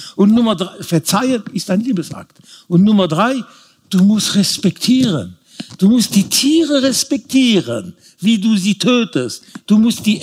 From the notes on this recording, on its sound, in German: vor Publikum aufgezeichnet.